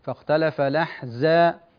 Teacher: لو القارئ تهاون في جهر الزاي قربت من السين والسين مهموسة